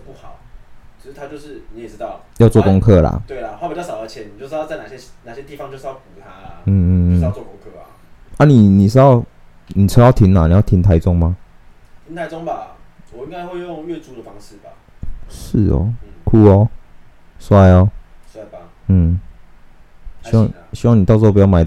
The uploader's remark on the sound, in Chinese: 鬼月期間錄音設備沒有乖乖。